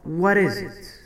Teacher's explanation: حيث لم نظهر صوت ت بل تم إخفاؤه ومجانسته بالصوت الذي يليه · Term: مجانسة